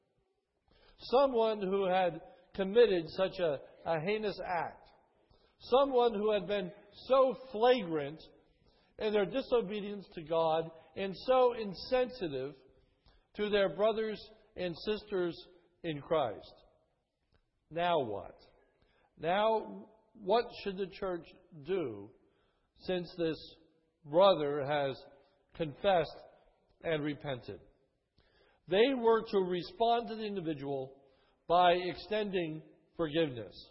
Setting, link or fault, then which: setting, large echoing room